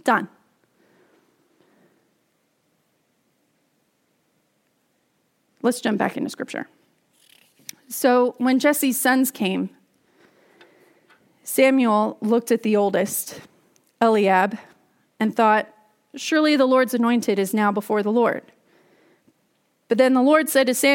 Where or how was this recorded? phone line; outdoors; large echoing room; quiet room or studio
large echoing room